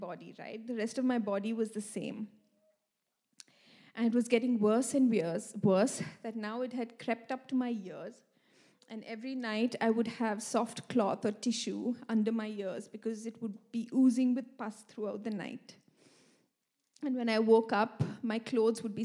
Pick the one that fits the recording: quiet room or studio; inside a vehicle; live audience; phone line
live audience